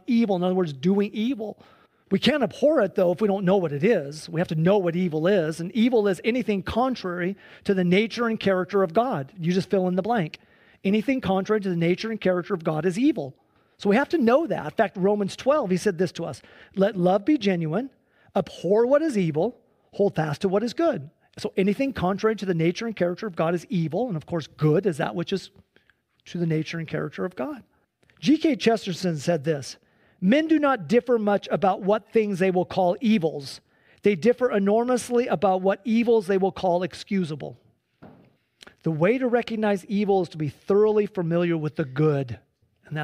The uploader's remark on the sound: Sunday church service livestream